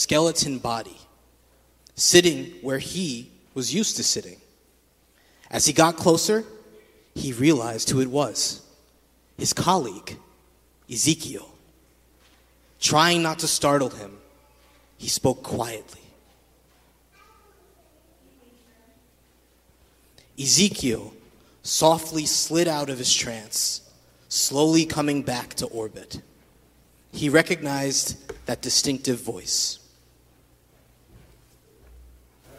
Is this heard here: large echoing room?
yes